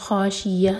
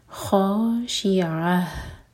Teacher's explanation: عین حلق سے، عین کے لیے نہ تو یا کا ساؤنڈ آنا چاہیے نہ ہی حمزہ کا · Shown in: second take · اس کو ہم خاش یہ نہیں کہہ سکتے نہ ہی خاش اہ، یہ عین خاش عہ.